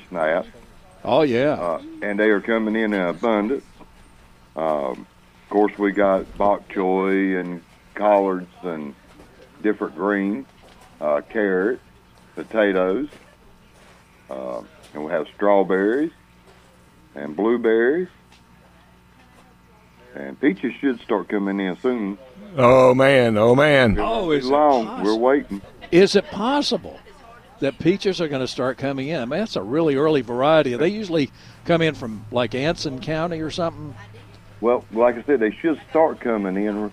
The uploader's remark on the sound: broadcasting live from Campbell Road Nursery